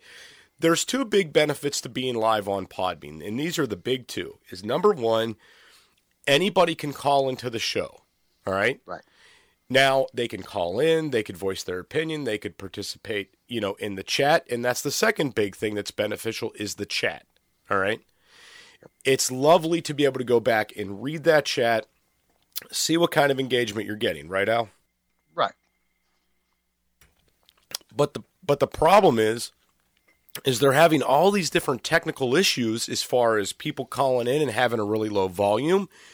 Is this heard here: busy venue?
no